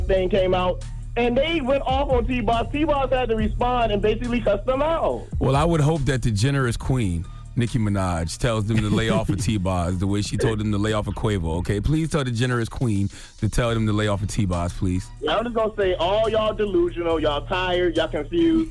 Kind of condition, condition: link, phone line